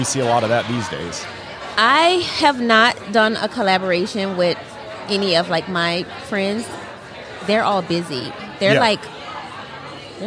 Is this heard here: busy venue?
yes